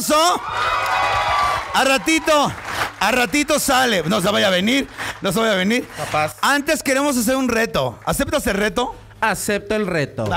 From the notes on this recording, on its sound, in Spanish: EN VIVO DESDE LA CAJA POPULAR.